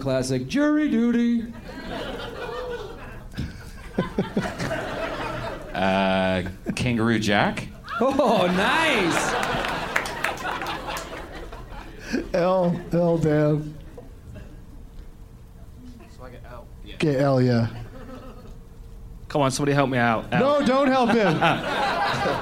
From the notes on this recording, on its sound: Live from the Palace Station Casino in Las Vegas